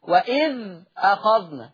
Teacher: بيشيل الهمزة وياخد الحركة يحطها على الساكن اللي قبلها · Term: بالنقل